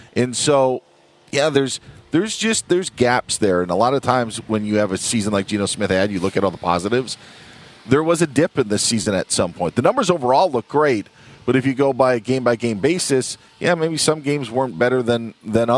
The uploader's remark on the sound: live from Rams Training Camp in Irvine, CA!